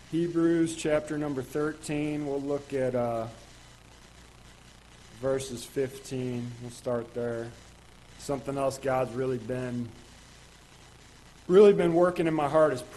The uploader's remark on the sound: Ketha Heights Baptist Church ~ Live Broadcast